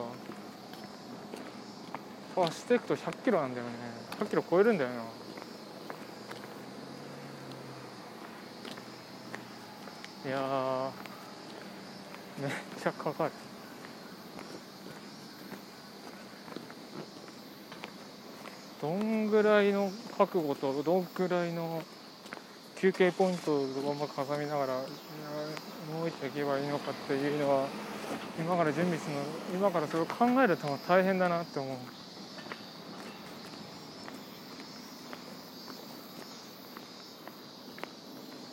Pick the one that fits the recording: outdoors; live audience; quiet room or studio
outdoors